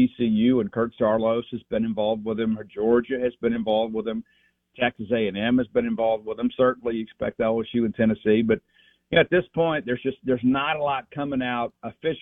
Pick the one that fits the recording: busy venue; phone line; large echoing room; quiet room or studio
phone line